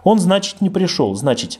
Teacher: в слове «значит» мягкий «те» рязанский от бабушки